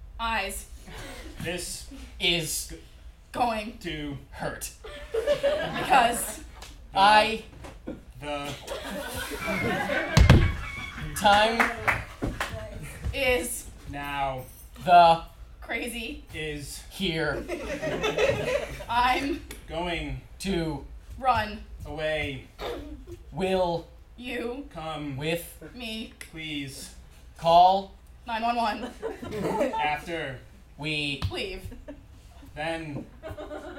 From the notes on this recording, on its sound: answer questions from the audience